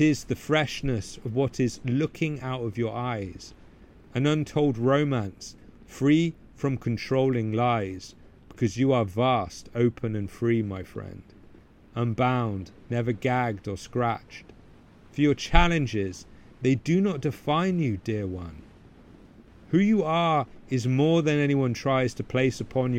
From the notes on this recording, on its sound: I recorded this podcast amid a heavy storm hitting the wilderness hard. As rain belted down and gale-force winds toppled trees taller than I could see.